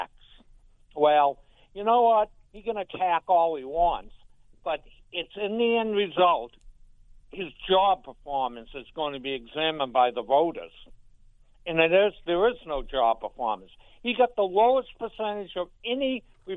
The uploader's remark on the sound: The phone lines flood with candidates